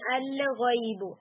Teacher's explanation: پھر اسی طرح سے ام عندہم الغیب، تو یہاں پہ بھی الغیب یعنی الغیب، ال یہ ساؤنڈ نہیں آنی چاہیے، الغیب بالکل لام کی آواز ختم ہو کر پھر غین سٹارٹ لیتے ہیں